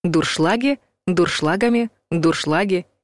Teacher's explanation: Дуршлаг происходит от немецкого «дуршлаг», а еще важно, что ударение всегда в любом падеже и в любом числе падает на второй слог